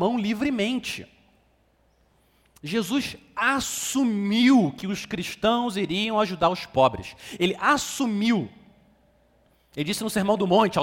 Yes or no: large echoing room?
yes